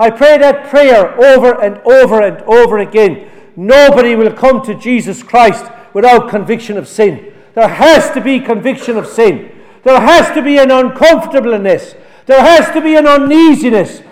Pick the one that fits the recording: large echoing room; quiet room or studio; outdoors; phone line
large echoing room